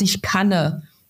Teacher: dass dann auf einmal so ein Schwa, also dieses unbetonte E hinten dran kommt